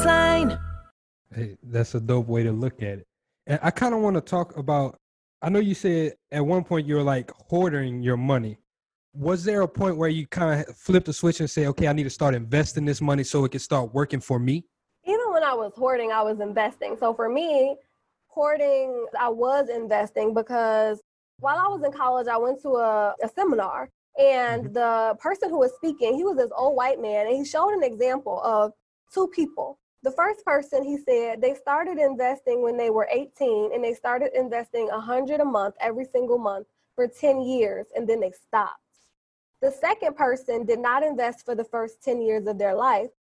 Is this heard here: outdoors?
no